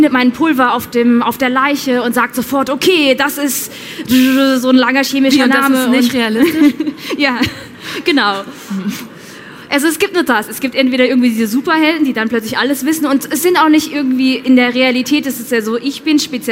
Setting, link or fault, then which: setting, live audience